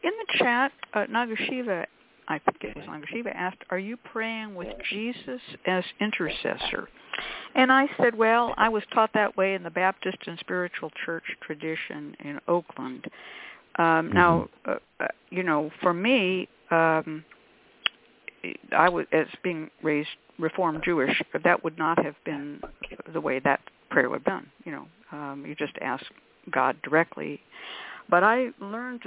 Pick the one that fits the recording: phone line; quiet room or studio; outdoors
phone line